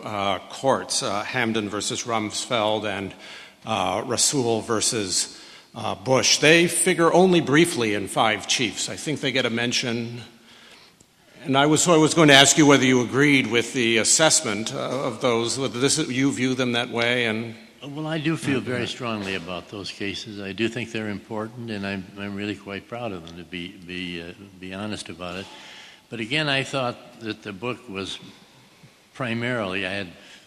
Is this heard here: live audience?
yes